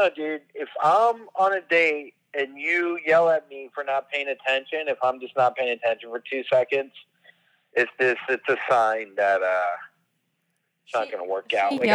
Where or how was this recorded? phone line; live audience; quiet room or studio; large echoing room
phone line